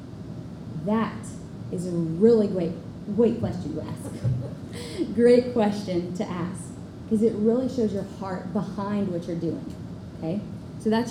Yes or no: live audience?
yes